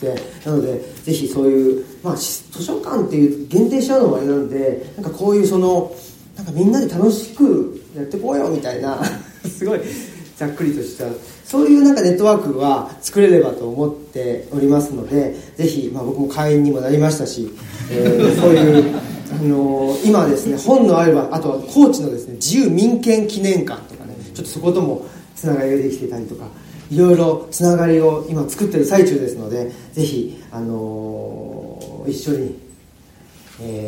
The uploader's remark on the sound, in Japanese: 淑徳大学地域創生学部開設を記念して行なわれたフォーラムの模様の一部をオンエア。公開収録。